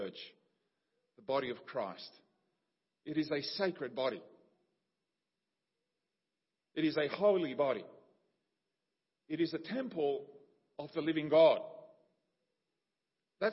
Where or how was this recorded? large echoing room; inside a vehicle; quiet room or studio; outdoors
large echoing room